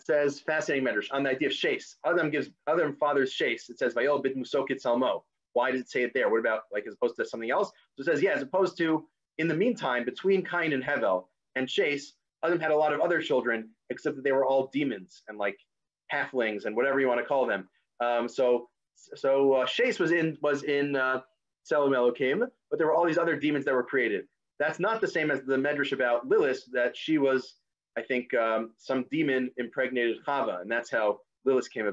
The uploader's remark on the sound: This audio was originally captured from Zoom